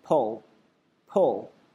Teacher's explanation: 中间那个 u 呢，不读成 u 的发音，类似于读成 a 的发音